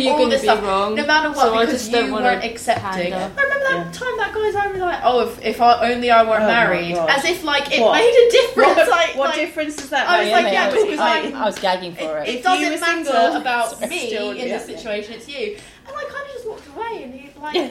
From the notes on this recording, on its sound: we share conversations we had during our brew day at Elusive Brewing